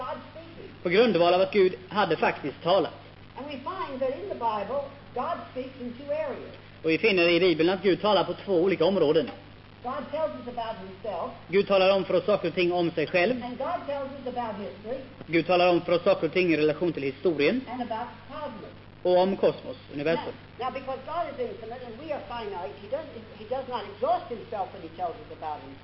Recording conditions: large echoing room